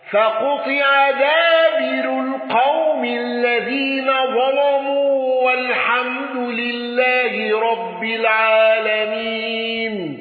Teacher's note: الأزرق بتغليظ لام ظلموا وتفخيم الراء